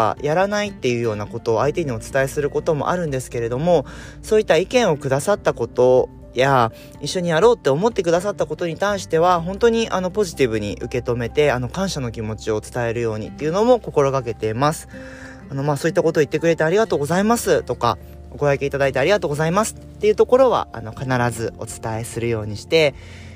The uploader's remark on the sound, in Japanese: 車を運転しながらお届けしています途中運転に集中して無言になります